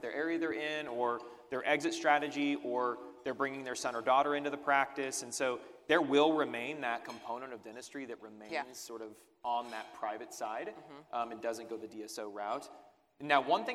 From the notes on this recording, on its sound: Recorded live at the Cain Watters & Associates Annual Meeting.